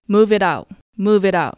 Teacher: it の t を柔らかい d の音にしてみてください